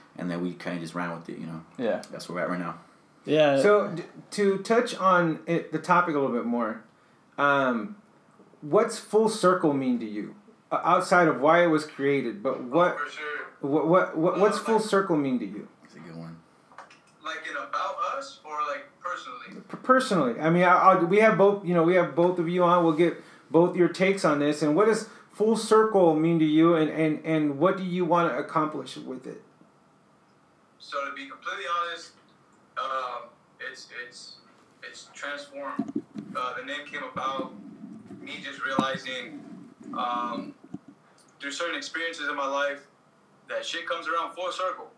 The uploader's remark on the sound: We apologize if the audio is low, we are still trying to get the hang of this.